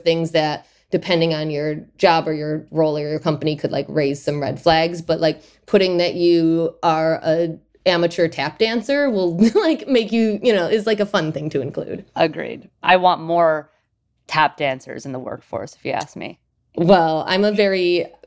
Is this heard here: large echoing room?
no